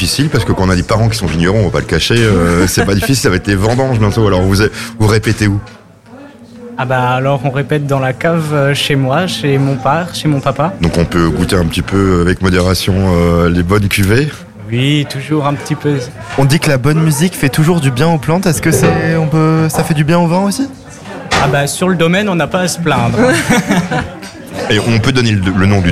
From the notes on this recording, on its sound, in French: Dans le cadre de la fête de la musique à Munster le samedi 24 juin. En direct depuis le restaurant La table des malker.